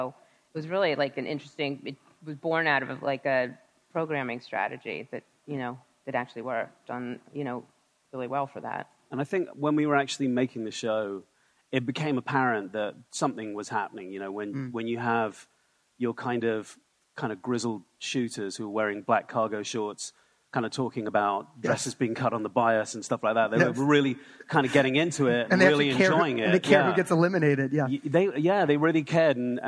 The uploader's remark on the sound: In front of a live audience at 2020's Realscreen Summit in New Orleans.